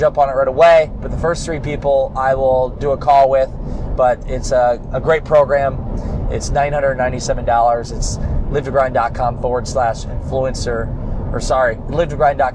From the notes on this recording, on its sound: Why I’m driving back from Miami right now.